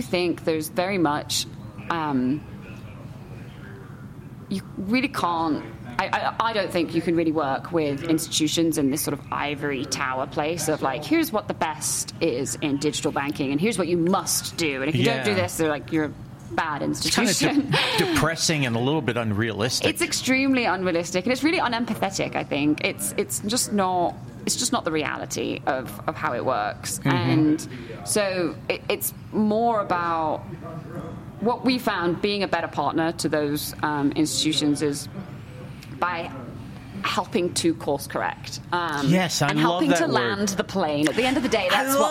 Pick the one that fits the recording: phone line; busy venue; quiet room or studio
busy venue